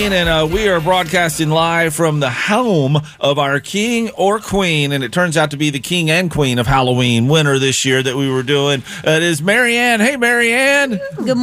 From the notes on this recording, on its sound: Called into the Show!